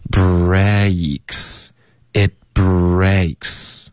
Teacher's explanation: 嘴唇的动作不足，没有双元音的滑动